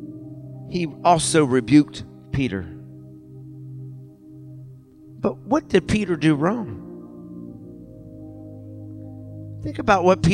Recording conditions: large echoing room